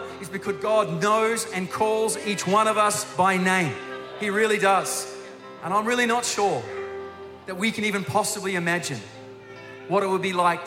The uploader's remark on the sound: Recorded during our 9am service